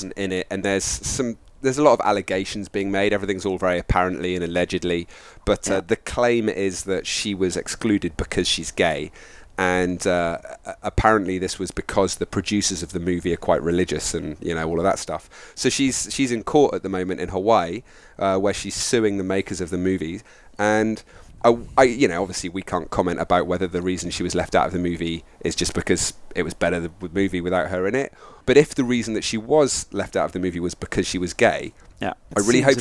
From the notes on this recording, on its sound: Recorded live from the beach in Nicaragua.